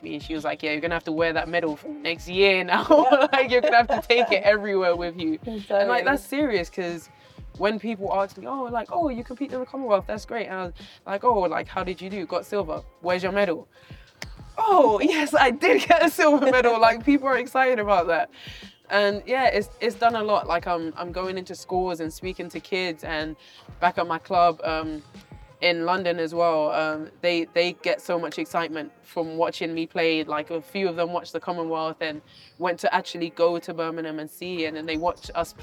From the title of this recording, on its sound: A BBL Trophy Final SPECIAL from Glasgow's Emirates Arena